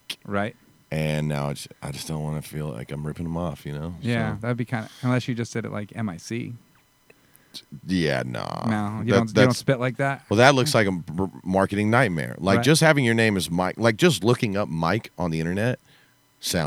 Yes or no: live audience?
no